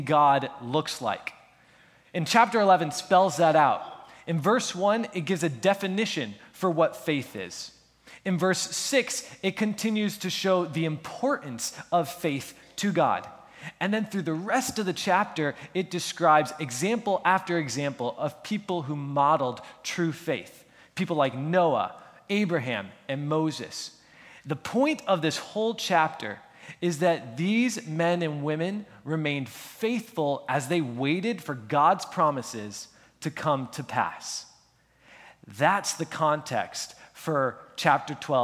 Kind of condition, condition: setting, large echoing room